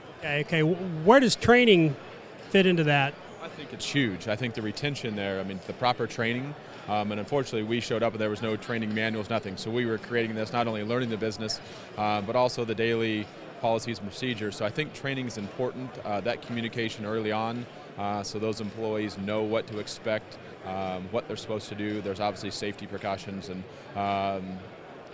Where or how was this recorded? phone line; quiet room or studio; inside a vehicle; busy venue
busy venue